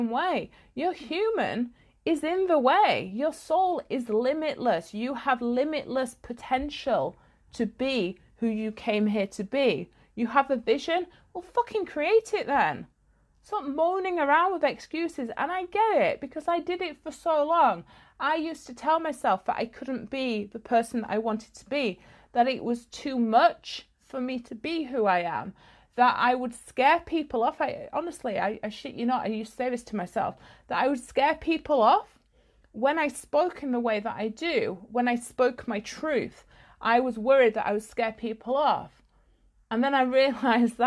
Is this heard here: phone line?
no